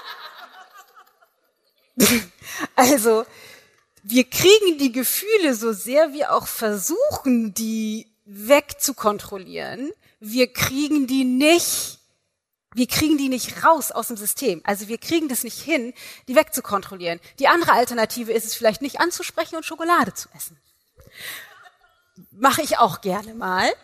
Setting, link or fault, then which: setting, live audience